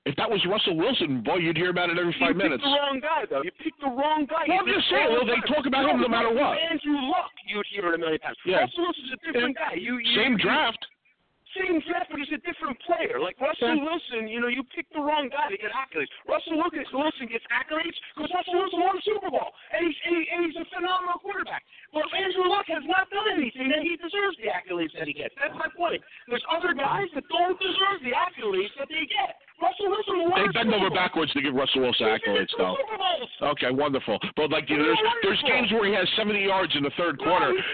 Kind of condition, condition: setting, busy venue